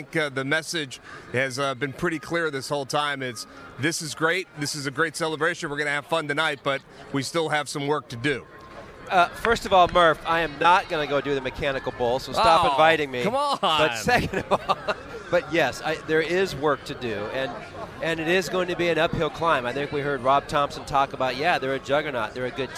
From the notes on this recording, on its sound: Live from the Phillies clubhouse following the team's 7-1 over the Marlins to clinch an NLDS berth.